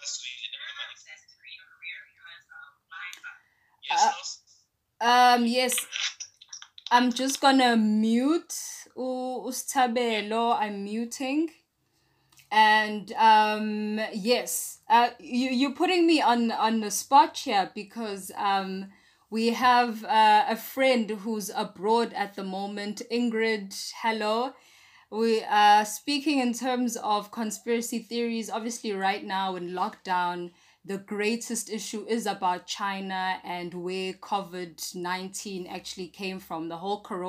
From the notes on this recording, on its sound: Our first attempt at a live Zoom video call. Please excuse the glitches! We chose to use Zoom as our free platform and we invited viewers to share the experience and join in the conversation.